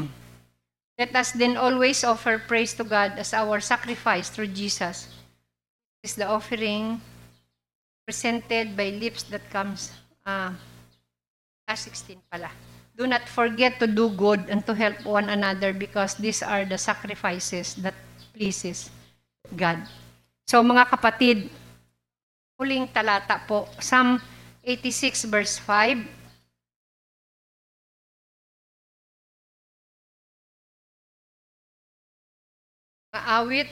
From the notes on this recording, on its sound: Recorded live at The Shepherd Of Faith Family Church on January 2, 2022.